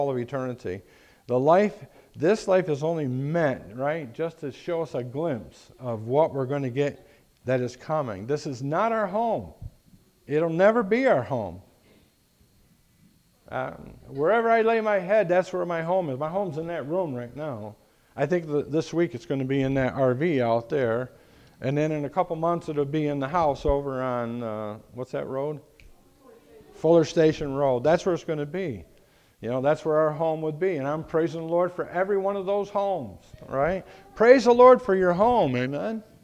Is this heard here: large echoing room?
yes